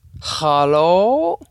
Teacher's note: His tone rising at the end, almost as a question.